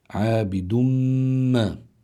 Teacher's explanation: يدغم هذه النون التي في التنوين تدغم في الميم، وهذا النوع من الإدغام يقال له إدغام بغنة